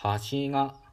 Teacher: 端っこの方は「橋が」で「引く」「たか」「たか」とこうなっています